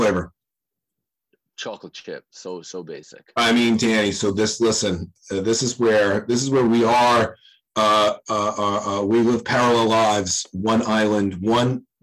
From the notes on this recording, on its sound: The One With the Bad Audio.